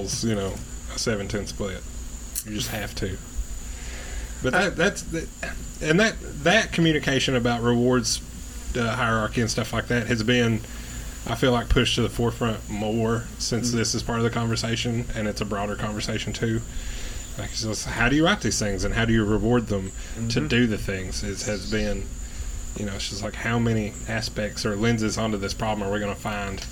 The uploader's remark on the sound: We recorded this on a back porch, so yall are gonna get all the nature noises on top of the banter.